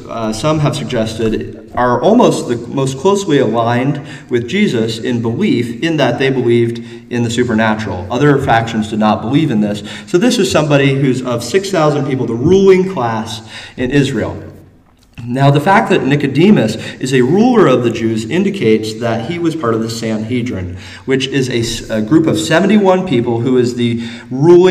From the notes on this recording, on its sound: Though originally taught in Koinonia, the same address was delivered in sermon form to the congregation at Landmark.